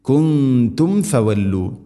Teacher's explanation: സാക്കിന മീമിന് ശേഷം ഫ വന്നാൽ രണ്ട് ചുണ്ടുകൾ തമ്മിൽ തട്ടിച്ച് മീമിനെ പൂർണ്ണമാക്കണം